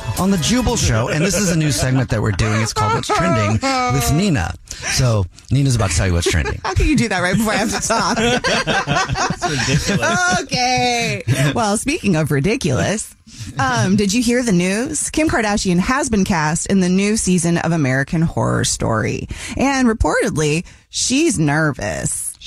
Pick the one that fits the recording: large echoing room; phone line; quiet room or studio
phone line